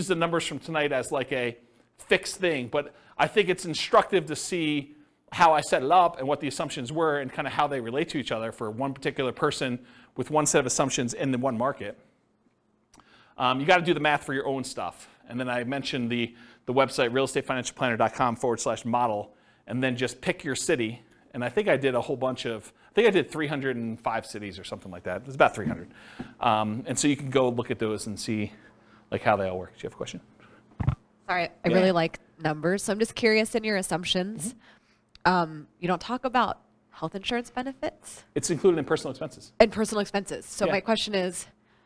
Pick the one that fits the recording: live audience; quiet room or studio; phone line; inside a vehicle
live audience